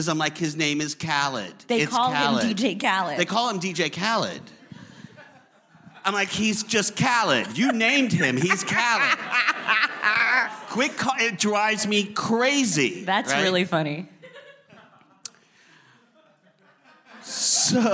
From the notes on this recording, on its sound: LIVE from the Garry Marshall Theatre. Onstage.